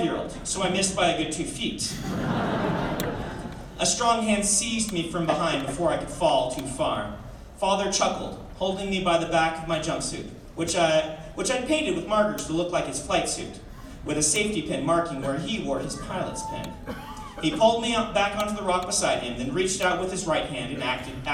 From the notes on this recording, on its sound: The following is a Credible Nerds exclusive audio only clip from the release party.